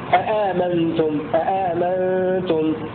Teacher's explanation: البيت الثاني يقول تحقق ثاني صحبة. صحبة حمزة والكساء وشعبة يقرؤون بتحقيق الهمزتين في المواضع الثلاثة